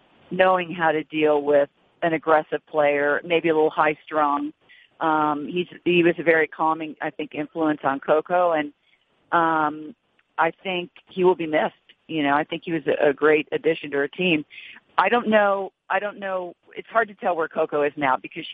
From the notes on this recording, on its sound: Wimbledon Conference Call